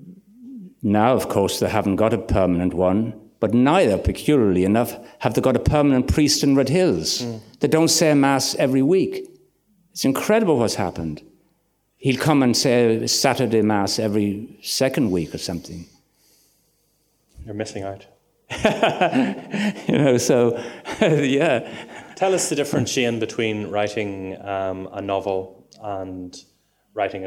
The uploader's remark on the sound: interviewed him at the West Cork Literary Festival